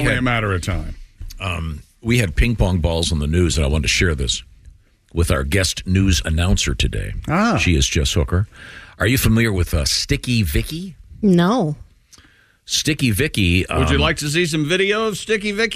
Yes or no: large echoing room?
no